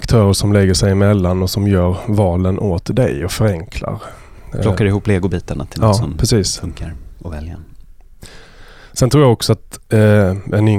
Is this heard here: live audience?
no